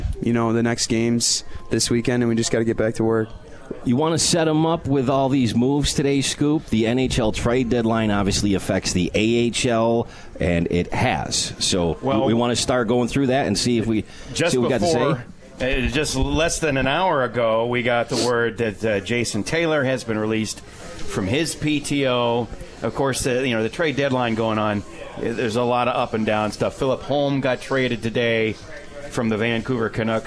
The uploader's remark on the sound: Live from Swifty's in Utica NY